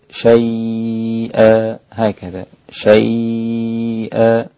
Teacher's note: الإمام ورش عن نافع يمد المد 4 حركات